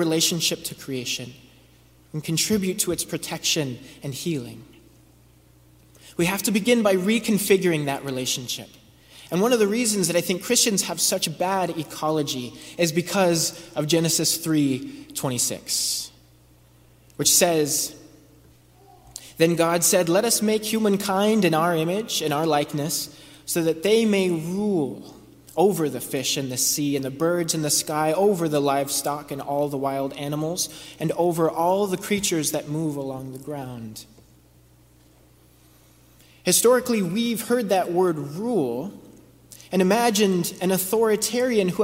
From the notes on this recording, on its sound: Preached at The First Presbyterian Church of Brooklyn